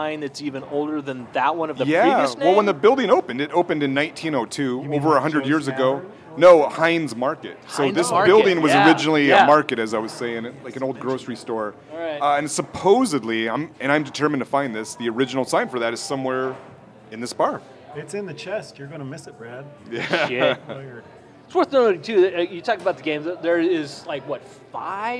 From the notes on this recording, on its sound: Recorded live at Eastlake Zoo Tavern with absolutely no view of a lake so don't ask. Don't you dare call it billiards since this is a snooker table, bitch.